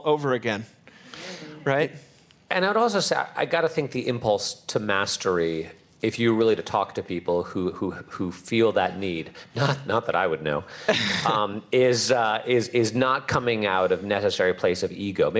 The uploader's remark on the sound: Recorded live in front of an audience at the Mockingbird Tyler festival.